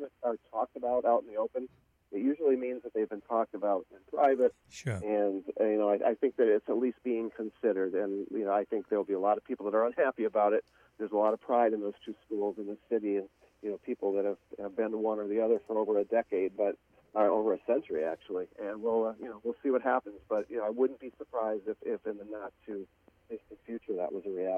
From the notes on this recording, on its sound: Are joined in the Spectrum Healthcare Partners Studios. Calls.